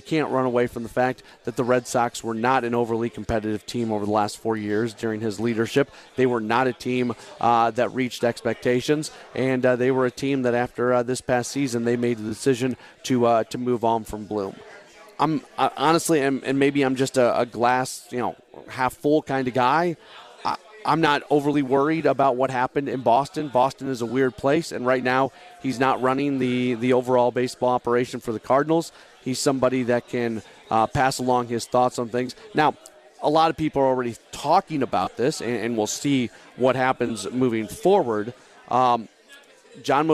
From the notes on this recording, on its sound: Live from Humphrey’s in Midtown following the Billikens Basketball Coaches Show.